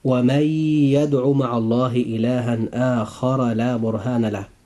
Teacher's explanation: لابد أن يكون الإدغام، وهذا الإدغام يكون بغنة.